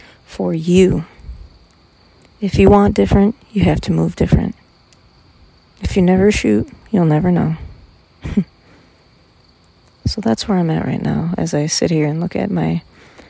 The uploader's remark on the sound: Had a little chat last night while sitting out by my fire deep in the woods. I figured id pull out my phone and share it with you all so sorry for the not so good audio quality!